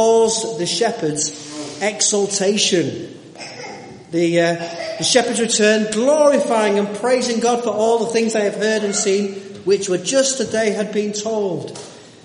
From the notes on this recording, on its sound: This sermon was part of the annual Nativity play. Audience participation was involved.